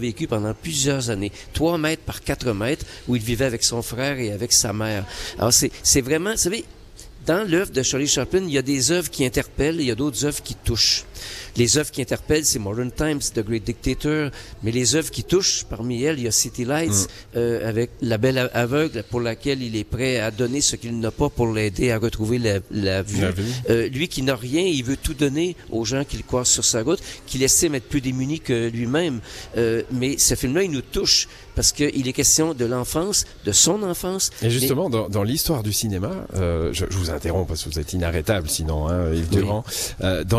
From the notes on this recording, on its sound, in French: Emission spéciale en direct du Chaplin's world